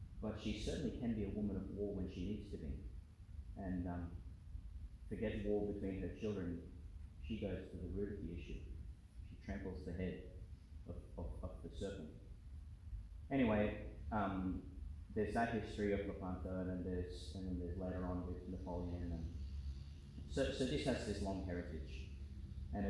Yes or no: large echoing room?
yes